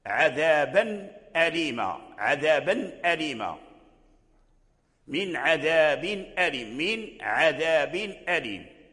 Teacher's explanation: تظهر النون ويظهر سكونها